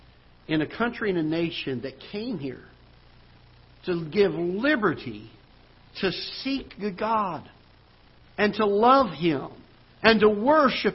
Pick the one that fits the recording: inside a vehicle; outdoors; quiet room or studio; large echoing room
large echoing room